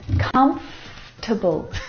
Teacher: this word, just like vegetable, has an extra vowel in there that we don't need to pronounce.